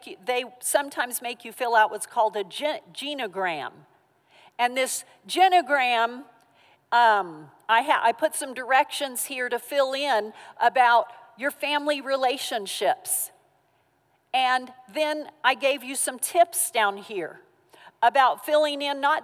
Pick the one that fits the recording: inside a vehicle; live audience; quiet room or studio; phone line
live audience